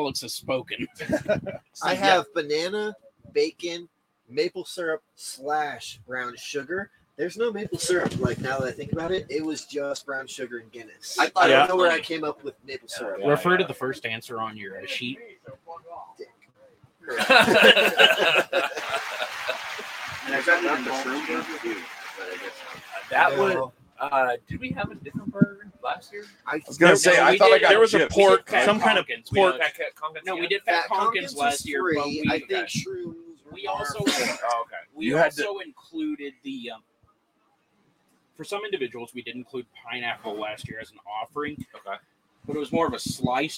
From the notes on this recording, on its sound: This episode of the Forum is brought to you live from Chillderburg, TX, out of the WTF tent.